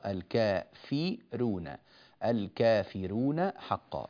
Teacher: نرقق هنا الراء أيضا لأنها مضمومة كما تلاحظون، وقبلها فاء مكسورة